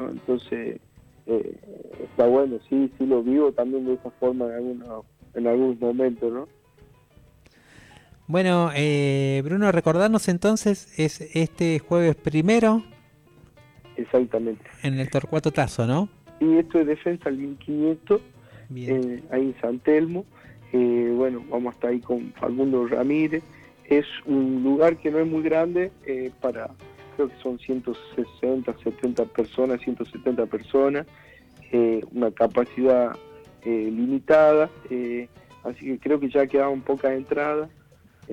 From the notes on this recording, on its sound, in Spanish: Charlamos por teléfono